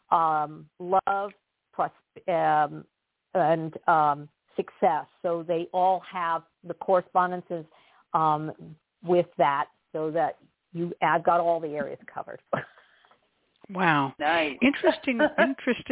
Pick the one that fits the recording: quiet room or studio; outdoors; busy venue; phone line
phone line